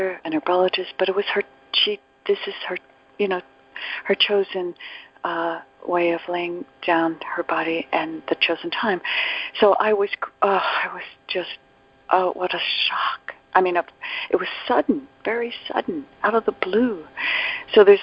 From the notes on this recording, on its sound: ACIM Daily Conference Call